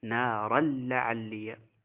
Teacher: فهنا إضغام كامل بمعنى أنه يخلو من الغنة، ويحذف أحد حروف التنوين، حركة التنوين، أحد حركة التنوين تحذف.